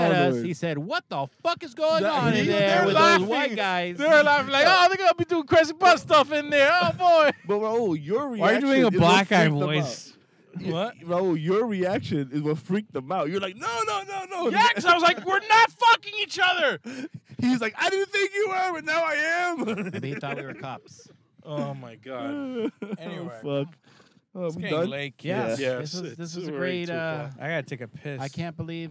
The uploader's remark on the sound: we are in the car